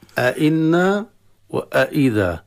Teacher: وحكم الهمزتين هو التحقيق، لا تسهيل ولا إبدال ولا إسقاط · Term: تحقيق الهمزتين